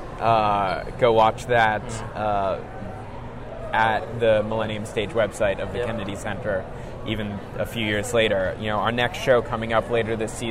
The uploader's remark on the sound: we are live at Awesome Con 2017